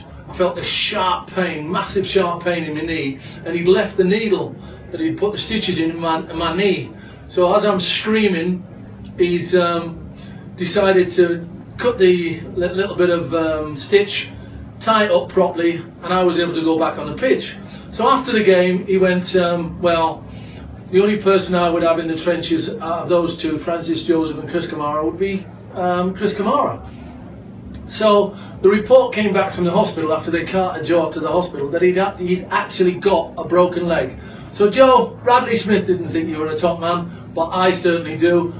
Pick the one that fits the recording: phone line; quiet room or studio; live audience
live audience